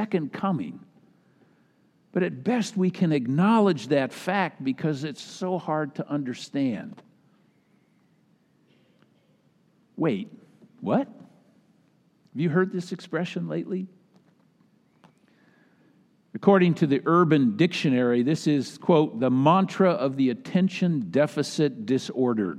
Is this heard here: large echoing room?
yes